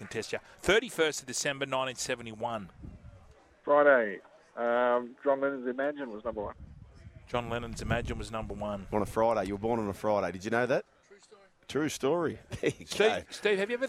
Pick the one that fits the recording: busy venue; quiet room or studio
busy venue